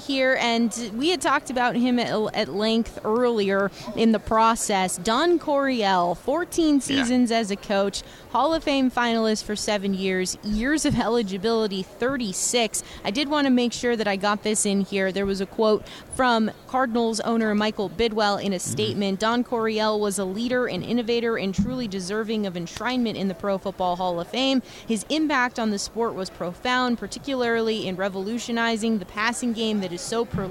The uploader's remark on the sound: Extra Point live from Super Bowl Radio Row.